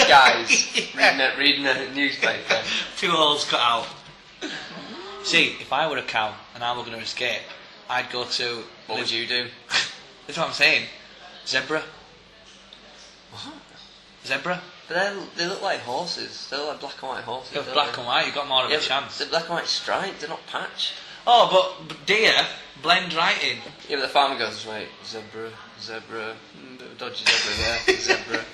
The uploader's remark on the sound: Recorded on location in a coffee shop in Leeds city centre.